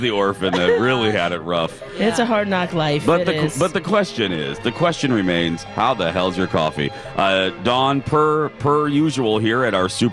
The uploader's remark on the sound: broadcast live from the AC Hotel for the Superbowl